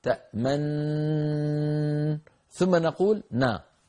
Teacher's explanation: الإشمام للنون الأولى في تأمنا يكون بعيد إسكان النون ويستمر طيلة الغنة المطولة، الغنة المطولة عند النون الساكنة تأمن، ثم نقول نا، نعود